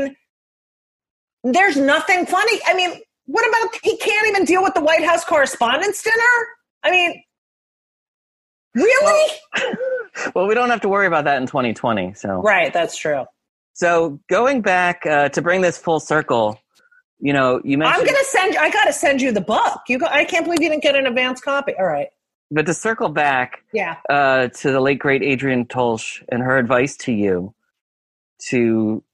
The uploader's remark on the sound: Willing to talk to me during quarantine over Zoom.